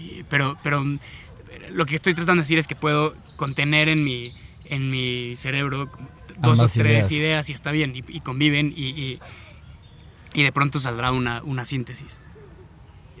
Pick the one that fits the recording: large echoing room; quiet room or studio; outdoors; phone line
outdoors